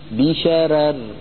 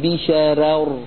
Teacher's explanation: فإن وقف على كلمة بشرر رقق الراء الثانية مراعاة لترقيق الراء الأولى · Shown in: first take · فيقول بشرر ولا يقول بشرر، حتى هي ثقيلة جدا، لا يكاد الإنسان يستسيغ هذا اللفظ.